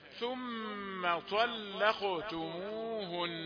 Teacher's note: نراعي الطاء مفخمة واللام مرققة والقاف مفخمة